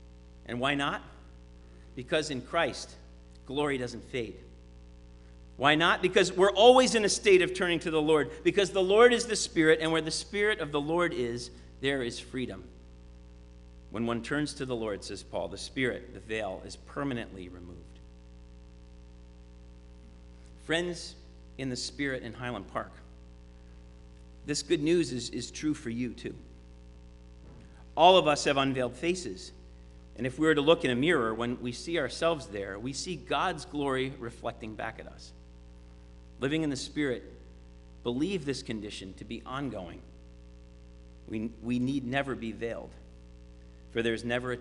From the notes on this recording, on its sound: Sermon preached at RCHP.